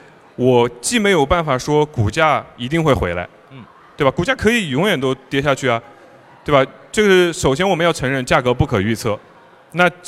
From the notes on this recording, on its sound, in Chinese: 本期节目是我在雪球嘉年华现场的对谈录音。嘉年华是他们每年底都会办的一个线下大型交流活动。